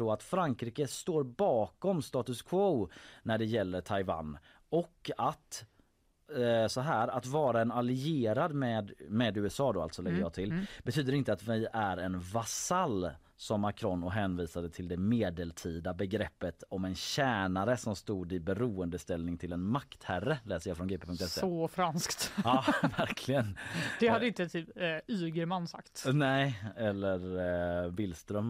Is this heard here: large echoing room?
no